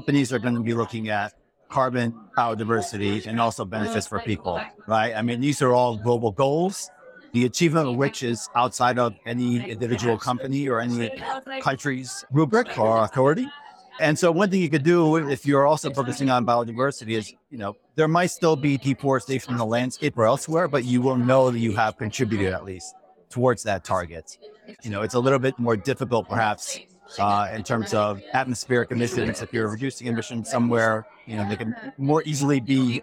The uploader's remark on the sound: Report from New York Climate Week 2023. In this episode, we share our takeaways from climate week by sharing recordings from panels and conversations at Nature4Climate’s Nature Positive Hub throughout the week.